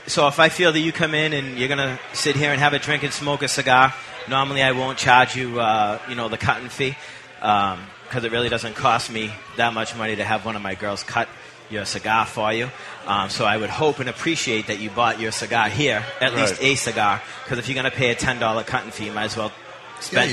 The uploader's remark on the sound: Live from The Cigar Bar in Worcester, MA for this year's big NERF!